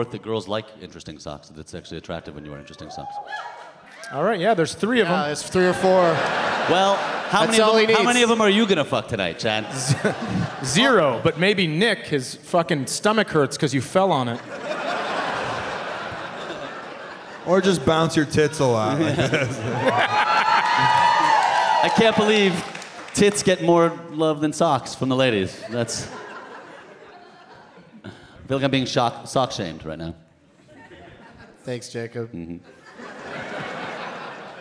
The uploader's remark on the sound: Live from the Woman's Club of Minneapolis